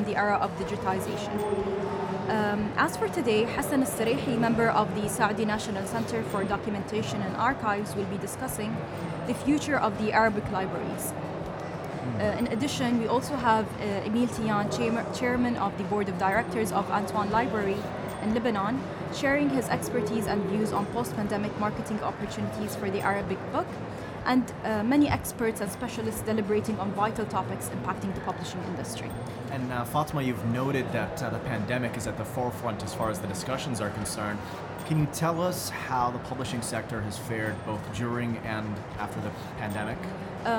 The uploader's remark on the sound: Live from SIBF 2022